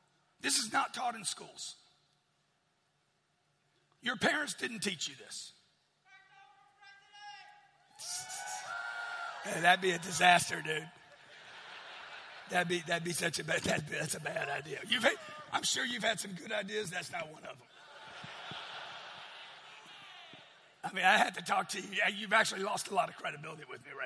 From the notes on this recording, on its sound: Keynote speech from the 10X Growth Conference.